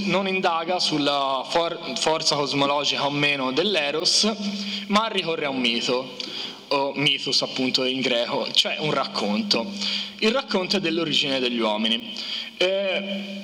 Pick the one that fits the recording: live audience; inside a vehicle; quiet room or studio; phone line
live audience